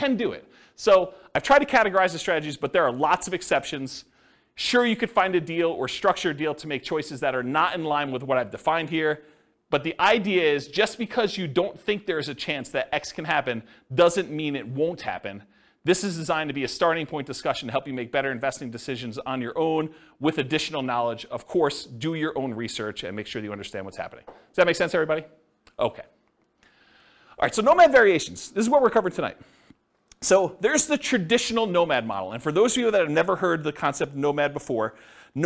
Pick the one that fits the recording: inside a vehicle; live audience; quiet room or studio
live audience